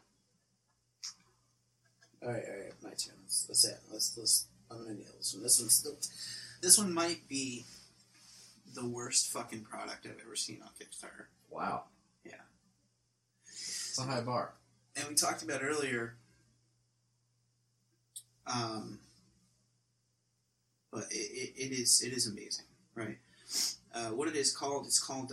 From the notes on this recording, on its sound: The audio may be screwed up.